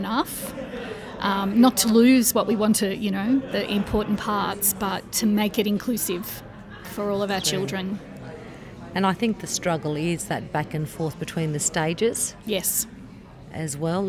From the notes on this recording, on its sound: Live From BootCamp.